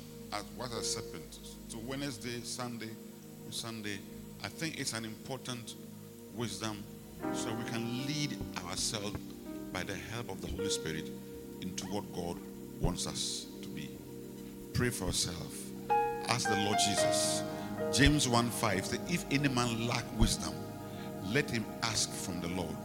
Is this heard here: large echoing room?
yes